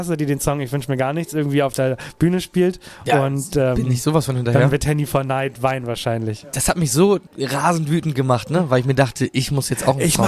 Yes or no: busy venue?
yes